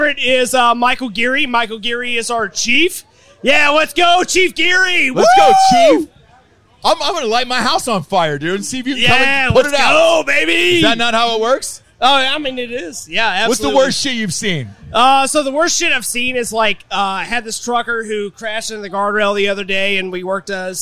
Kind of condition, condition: setting, outdoors